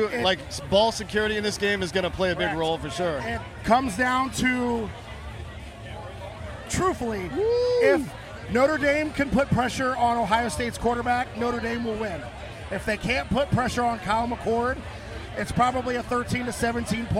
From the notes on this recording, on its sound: live from Notre Dame raging with listeners